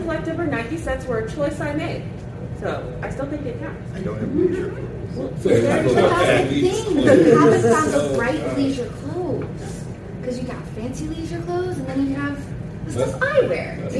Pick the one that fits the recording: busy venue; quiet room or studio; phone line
busy venue